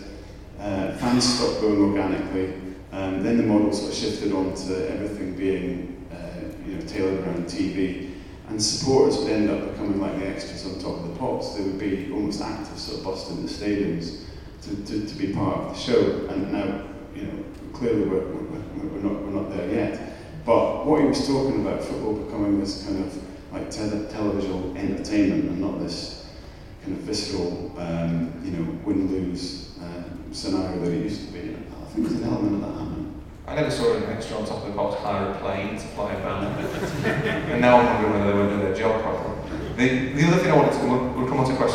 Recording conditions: poor sound quality